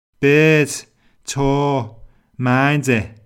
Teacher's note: Scouse is non-rhotic, so R is silent, except when followed by a vowel sound.